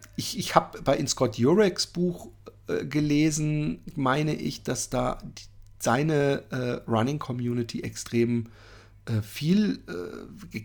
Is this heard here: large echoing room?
no